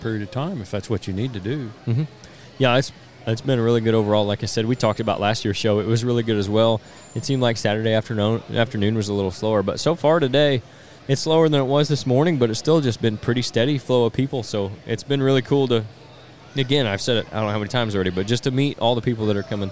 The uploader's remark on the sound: On-Site at the 2023 Illinois Deer and Beer Fest